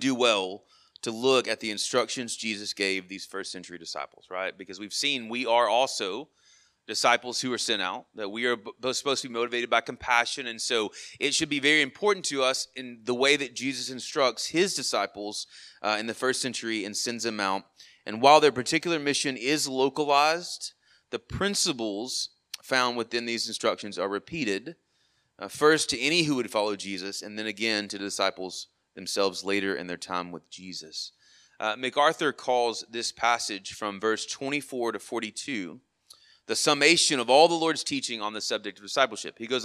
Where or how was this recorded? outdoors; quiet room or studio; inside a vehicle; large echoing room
large echoing room